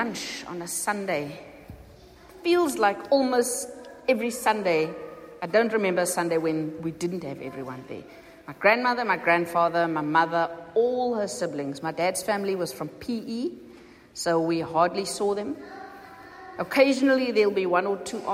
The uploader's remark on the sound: Recorded at the 9:30am service on Sunday 11th June 2023